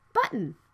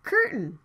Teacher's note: When the T and N sounds meet together, the T sound can be unreleased. Unreleased means when you pronounce the T sound, you need to speak it half a sound and stop and move to the N sound.